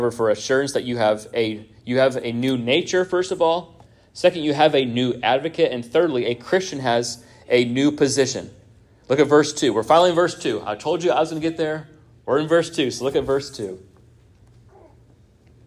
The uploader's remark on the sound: This sermon was first preached at Union Baptist Church in Orrick, MO on 06-18-23.